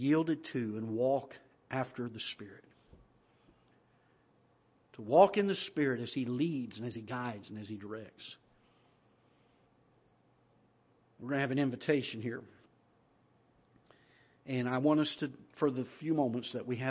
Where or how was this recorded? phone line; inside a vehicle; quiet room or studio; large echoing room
large echoing room